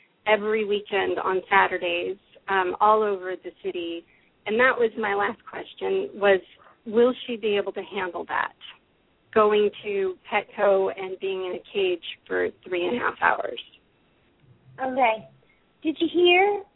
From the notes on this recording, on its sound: open up the lines for listeners to call